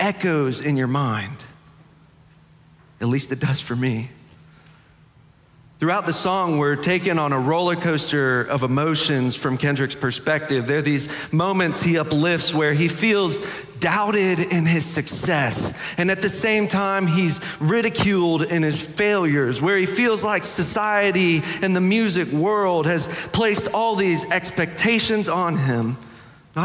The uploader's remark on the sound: Preached on May 21, 2023 for our Sanctuary Worship Service.